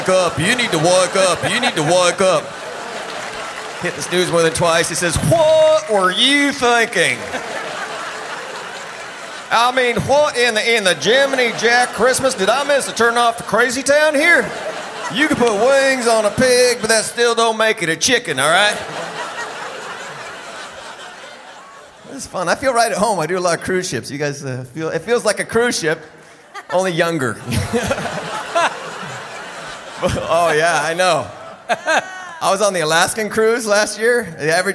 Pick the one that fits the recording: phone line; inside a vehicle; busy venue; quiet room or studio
busy venue